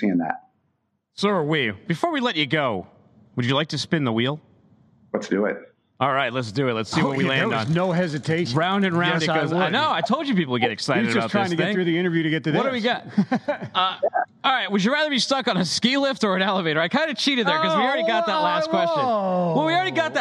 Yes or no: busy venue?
yes